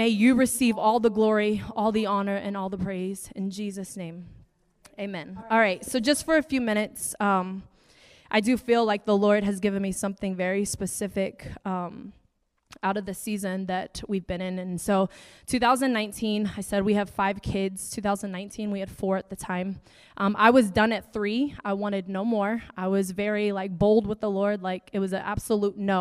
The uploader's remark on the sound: preaching at the Deeper Conference hosted by Home Church in Long Island, NY.